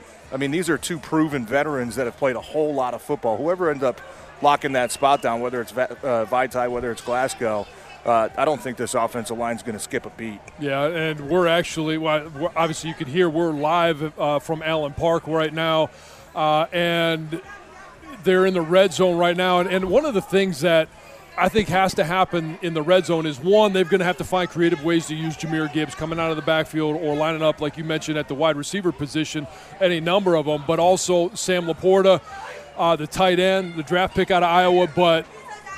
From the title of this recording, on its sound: Live From Lions Training Camp